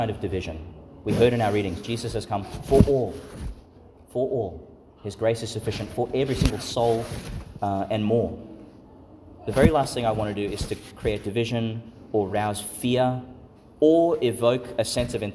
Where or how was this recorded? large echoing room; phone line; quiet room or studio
large echoing room